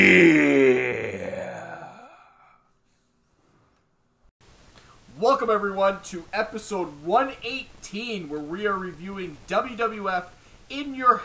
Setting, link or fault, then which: fault, poor sound quality